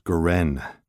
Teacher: The accent's on the last syllable